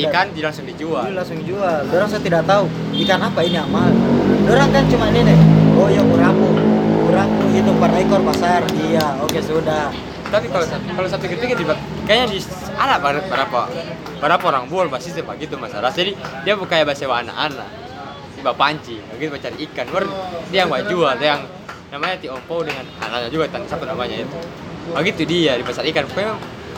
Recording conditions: busy venue